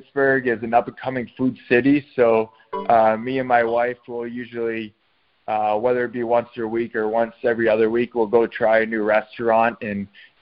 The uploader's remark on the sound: the recording of our LIVE conference call